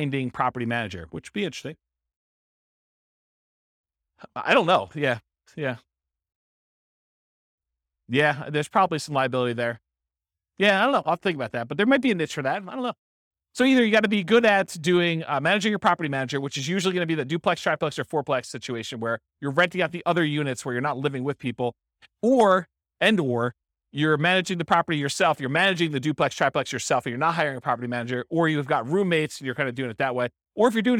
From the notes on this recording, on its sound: This was a live class recorded